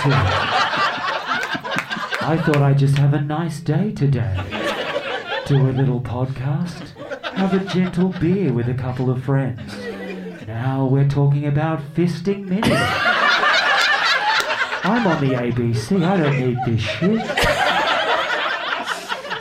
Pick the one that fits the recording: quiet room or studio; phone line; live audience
live audience